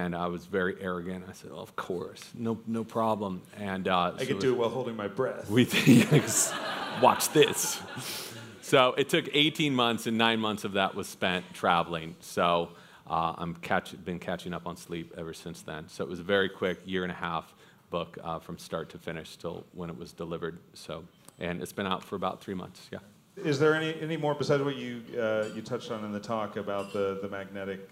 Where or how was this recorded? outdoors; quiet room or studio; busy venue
busy venue